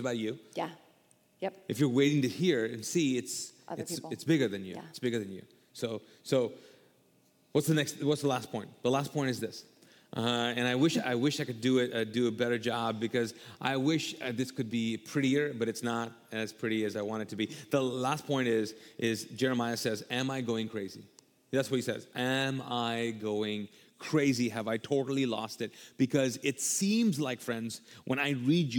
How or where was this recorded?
large echoing room